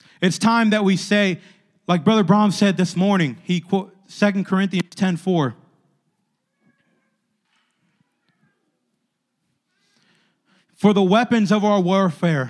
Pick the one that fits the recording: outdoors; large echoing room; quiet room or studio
large echoing room